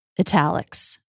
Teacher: True T, because it starts a stressed syllable, even though it's between two vowels.